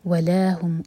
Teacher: ला को 2 हर का लम्बा खींचना ज़रूरी है